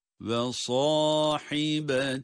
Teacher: Sad kalın ama ha harfi ince